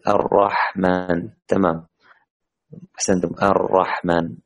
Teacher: إذا كانت الراء مفتوحة تفخم